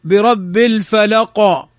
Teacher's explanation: فنلحظ أننا حينما ننطق القاف إذا سكنت في آخر الكلمة ننطقها ببيان أكثر، بظهور أكثر · Term: القلقلة